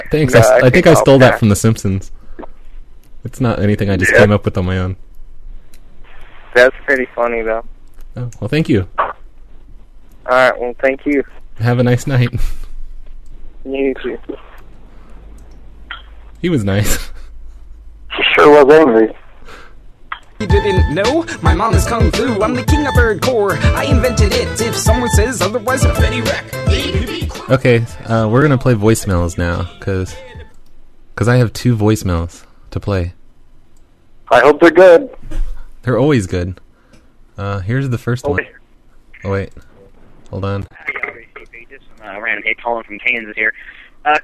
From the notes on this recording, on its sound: Prank Phone Calls Collection